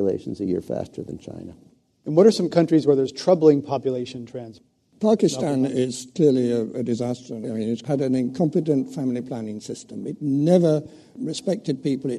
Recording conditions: live audience